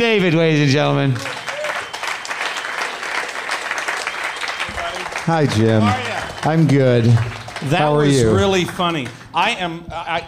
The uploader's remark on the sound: At Comix in NYC. A live WTF taping.